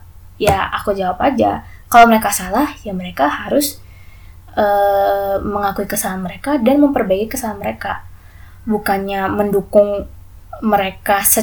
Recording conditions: sounds in the background